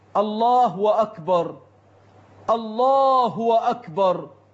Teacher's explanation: كذا من أخطائهم إشباع هاء، إشباع ضمت الهاء في لفظ الجلالة حتى تنقلب إلى واو